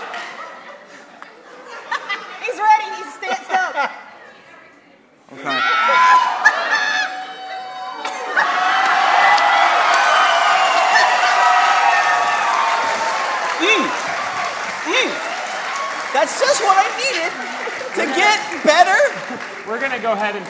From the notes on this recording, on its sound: GeeklyCon 2019 Live Show. Here you can listen to the audio version of our live show.